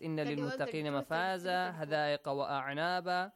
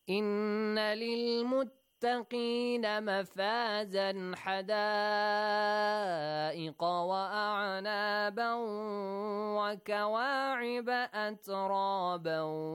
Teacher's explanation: We gotta pronounce those tanween, okay? We do not have to change it to alif · Shown in: second take